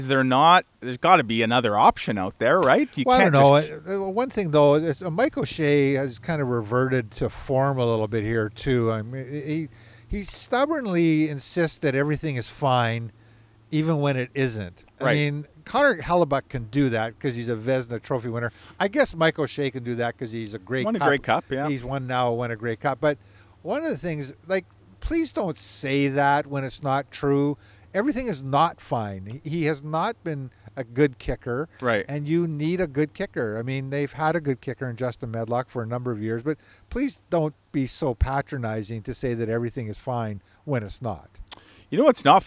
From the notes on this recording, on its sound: With a special edition recorded from Pine Ridge golf course following two straight days of teeing it up in charity tournaments.